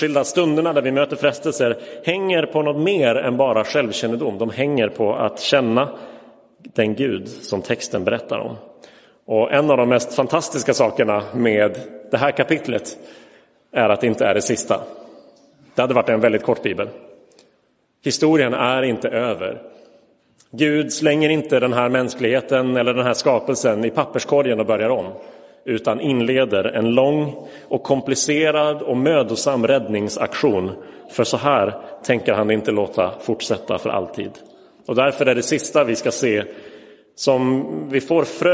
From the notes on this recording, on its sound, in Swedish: Inspelad i Roseniuskyrkan den 26 februari 2023.